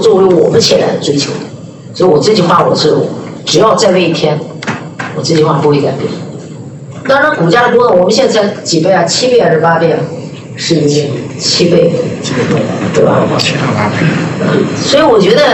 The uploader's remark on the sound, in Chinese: 格力电器2021股东大会实况录音